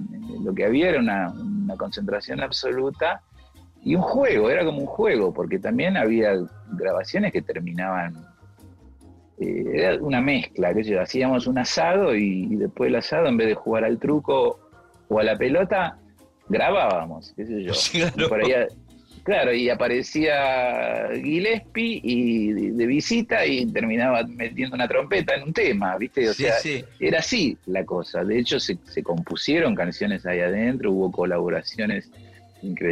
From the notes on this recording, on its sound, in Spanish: Una charla virtual entre consolas y equipos de sonido.